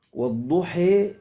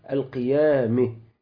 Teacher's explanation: فيصير مخرج الألف بين مخرج الألف المفخمة وبين مخرج الياء. يعني أنا ما بقولش والضحي، ما بقولش ياء خالصة، وإنما المخرج يصير بين مخرج الألف المفخمة وبين مخرج الإيه؟ · Term: الإمالة